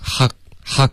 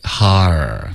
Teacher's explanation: 哈尔要滑到一个儿化音，OK,注意别发成哈哈 · Shown in: second take · ，哈尔，放松，放松就 OK 了。